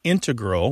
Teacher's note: you mainly hear integral with the stress on the first syllable among mathematicians and specialists in scientific fields that use a lot of math.